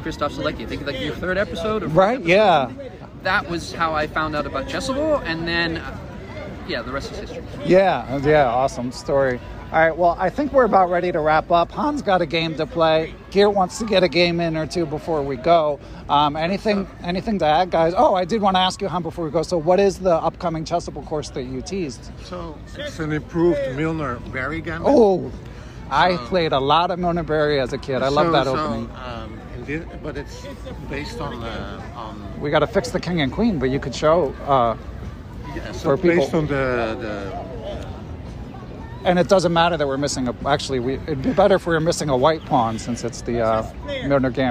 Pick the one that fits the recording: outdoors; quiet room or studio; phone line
outdoors